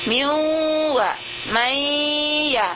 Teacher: huruf nun itu sudah pindah makhrajnya dari nun ke makhraj mim, ke makhraj waw, ke makhraj ya. Tidak ada di ujung lidah lagi kita membaca nun itu min la miu, sudah kita baca ke huruf waw, berpindah makhrajnya. · Term: idgham naqis